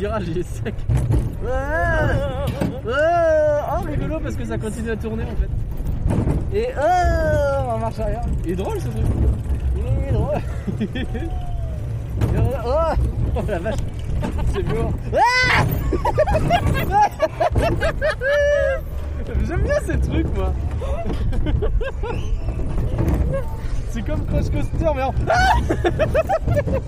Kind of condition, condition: setting, outdoors